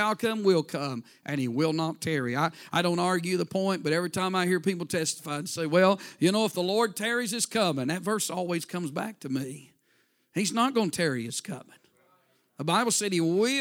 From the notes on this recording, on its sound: A sermon preached Sunday Morning, on October 8, 2023.